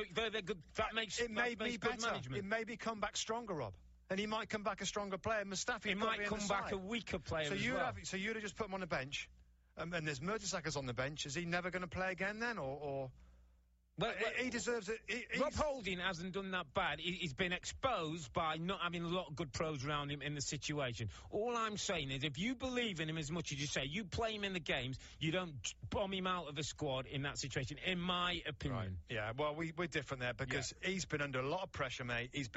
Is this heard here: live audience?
no